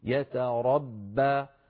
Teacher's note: باء مرققة سهلة حلوة ما فيها غلظ. إذن لابد من مراعاة ترقيق الباء.